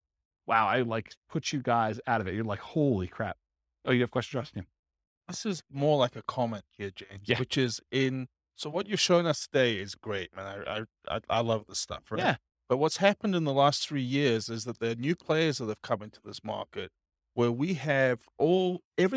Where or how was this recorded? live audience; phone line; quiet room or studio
live audience